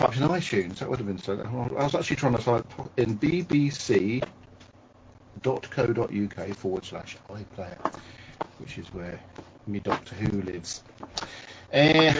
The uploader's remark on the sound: Sorry for the terrible sound, there was a major technical cock-up.